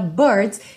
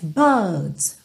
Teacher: eles não costumam enrolar a língua, e sim alongar um pouco o som dessa vogal anterior · Shown in: second take